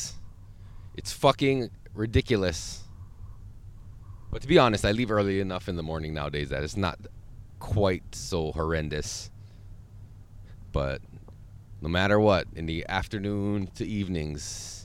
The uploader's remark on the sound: Back in the van.